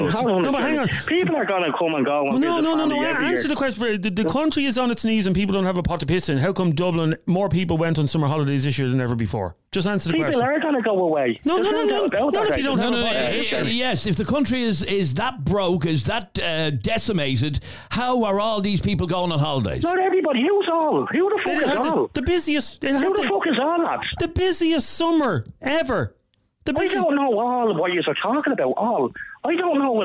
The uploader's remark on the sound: On this episode we heard from lots of callers defending this weeks 'far right protest' outside Leinster House.